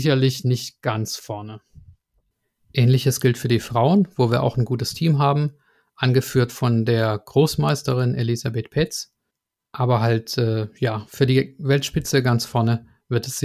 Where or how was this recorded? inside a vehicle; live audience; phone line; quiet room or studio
quiet room or studio